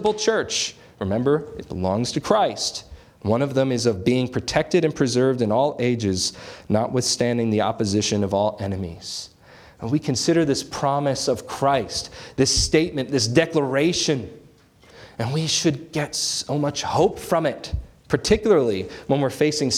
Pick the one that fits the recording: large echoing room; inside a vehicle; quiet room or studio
large echoing room